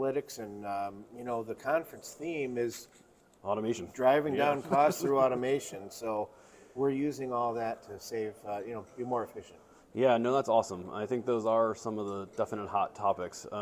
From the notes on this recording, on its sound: live at IACOA in Dallas, TX